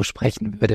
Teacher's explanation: wenn ich jetzt ungefähr so sprechen würde, wäre das eine starke Behauchtheit